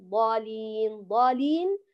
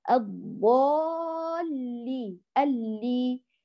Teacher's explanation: هنا اللام مضاعفة، مشددة، مثقلة، فلا بد من أن تظهري التضعيف الذي في الحرف بأن تعطي اللام الأولى جريان جزئي للصوت، ثم تخفض الفك في اللام الثانية · Shown in: second take · : الضالي اللي، هكذا.